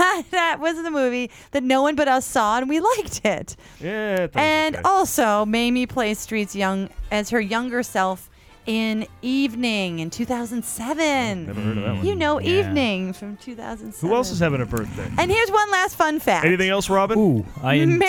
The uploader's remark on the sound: THE MOVIE SHOWCAST LIVE FROM THE L.A. IMPROV COMEDY FEST. Then it's off to Hollywood for a live broadcast from The 13th Annual Los Angeles Improv Comedy Festival.